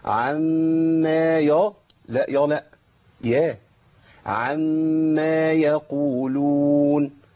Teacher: أنا عندي الميم مرققة والألف مرققة والياء مرققة